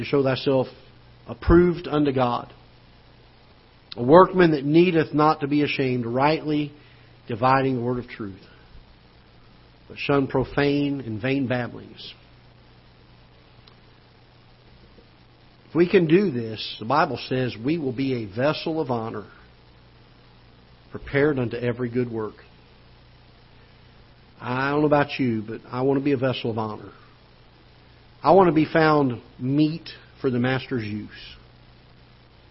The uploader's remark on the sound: Ketha Heights Baptist Church ~ Live Broadcast